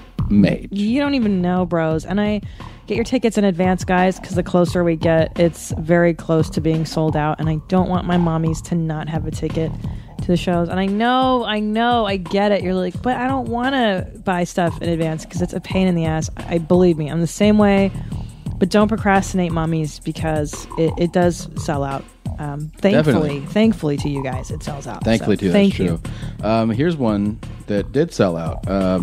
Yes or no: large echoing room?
no